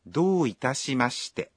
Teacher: دو اتاشیمشتے میں دو کو ذرا لمبا کھینچتے ہیں